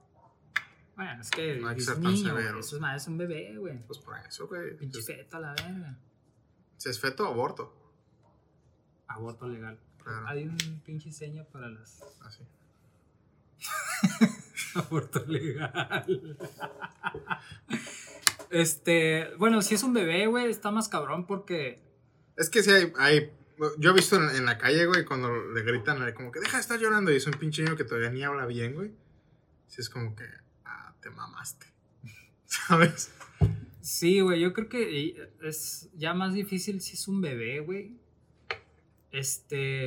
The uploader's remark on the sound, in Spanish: Este Jueves tuvimos fallas técnicas así que se van a tener que aguantar con un audio de no tan buena calidad